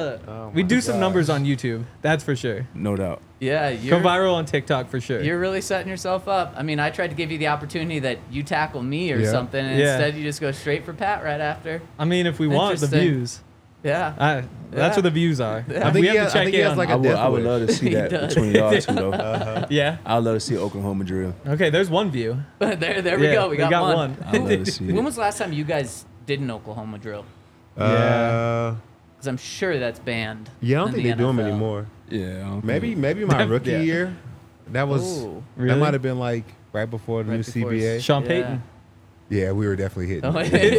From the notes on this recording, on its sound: coming to you LIVE from the DNVR Bar